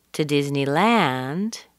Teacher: I'm saying t. Did you notice that? I'm not saying d because it's not coming after anything as I did it before.